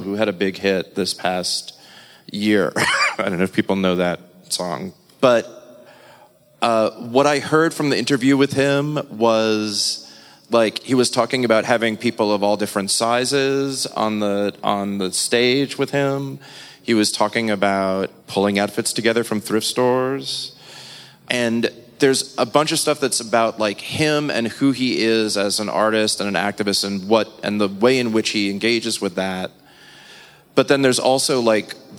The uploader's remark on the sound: a live episode of Why We Listen at the Cooper Design Space Penthouse